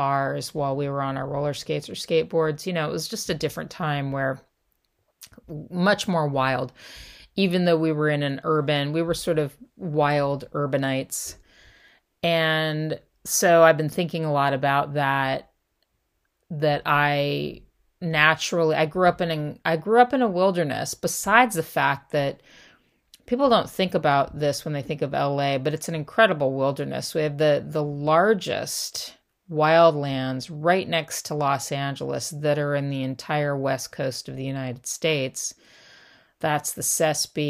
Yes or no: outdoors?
no